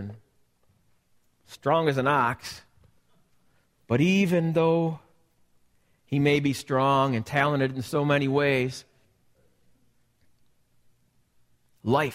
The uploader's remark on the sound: This message was recorded live at the Alabama Full Gospel Fellowship church.